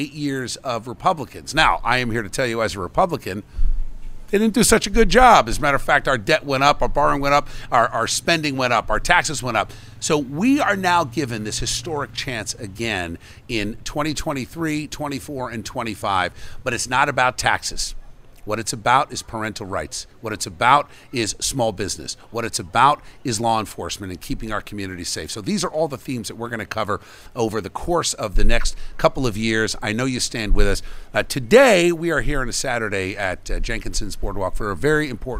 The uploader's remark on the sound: Live From Jenkinsons In Pt. Pleasant Beach